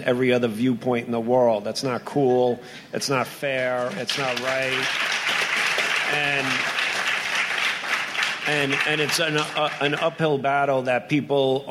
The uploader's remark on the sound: Recorded at WonderCon in Los Angeles on March 26, 2016.